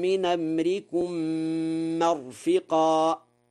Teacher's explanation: قرأ ورش مرفقا بفتح الميم وكسر الفاء، وهما لغتان في الأمر الذي يرفق فيه ولا يخفى، نقل حركة الهمزة إلى الساكن قبلها في قوله من أمركم، فيقرأ هكذا: ويهيئ لكم من أمركم مرفقا.